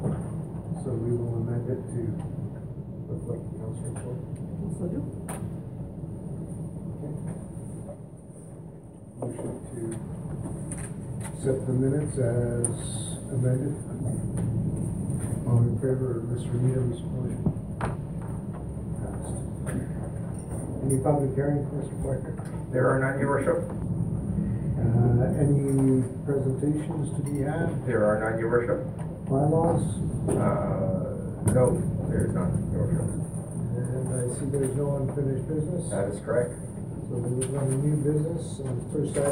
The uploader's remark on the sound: Audio recording of the December 10, 2018 Regular Meeting of Peace River's Town Council.